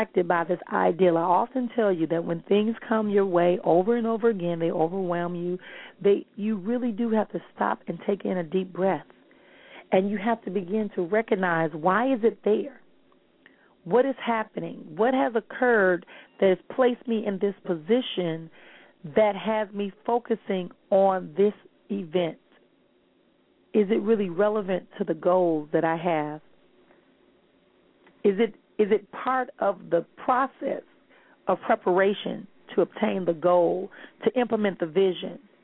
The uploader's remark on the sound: callers may call in with questions